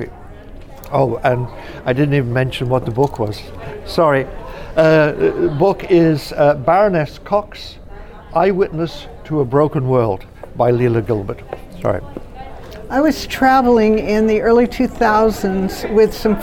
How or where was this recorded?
busy venue